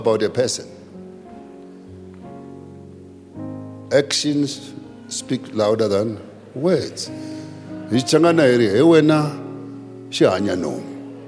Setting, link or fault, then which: setting, large echoing room